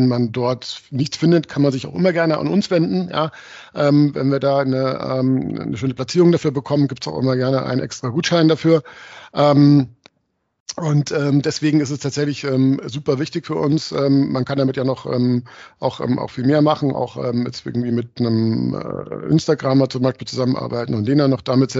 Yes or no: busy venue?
no